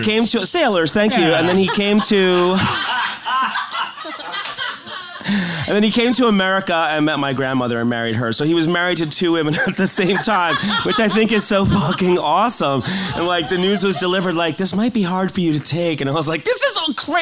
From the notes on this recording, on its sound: A live show. Musical accompaniment/performance. Recorded live at QED in Astoria, NY.